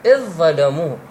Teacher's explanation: الذال تدغمها بالضاد وتلفظ الضاد بدلا عنها